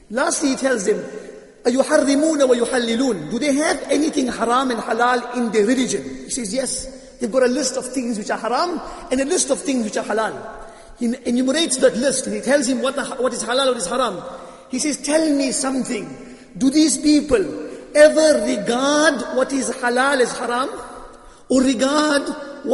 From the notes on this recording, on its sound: Jumuah lecture at Masjid ut Taqwa